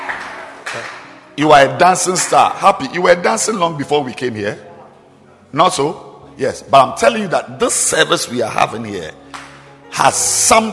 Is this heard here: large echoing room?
yes